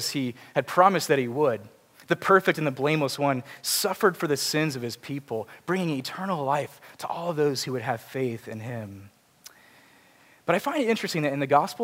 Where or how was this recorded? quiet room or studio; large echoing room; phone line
large echoing room